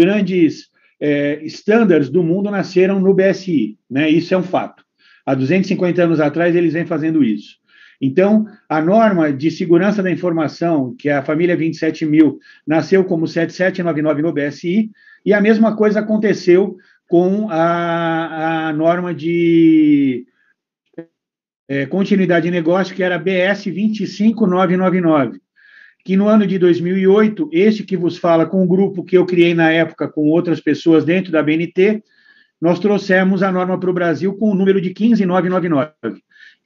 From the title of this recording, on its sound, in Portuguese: Áudio Webinar Perinity